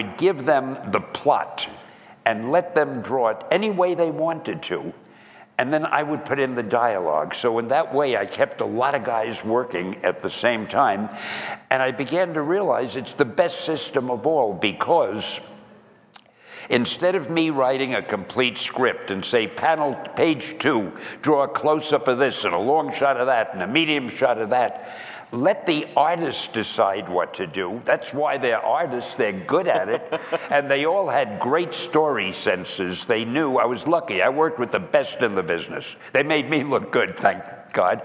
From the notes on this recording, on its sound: This Q&A style podcast was recorded at the NAB Show in Las Vegas on April 14th in front of many fans.